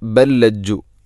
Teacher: ഒന്നാമത്തെ ലാമിനെ രണ്ടാമത്തെ ലാമിലേക്ക് ഇദ്ഗാം ചെയ്യുന്നു, കൂട്ടി ലയിപ്പിച്ച് ഒതുന്നു